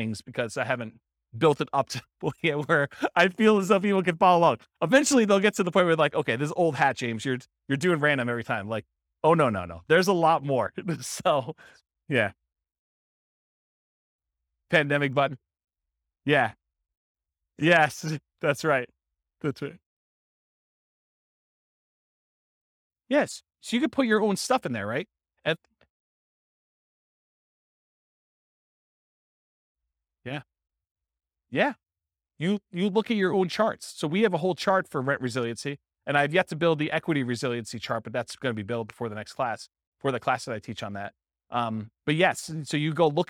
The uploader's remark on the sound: This was a live class recorded